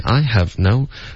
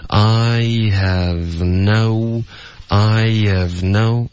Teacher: 这三个音节都是断气的，一字一顿的。 · Shown in: first take · I have no.不行，我们要连着说。I have no.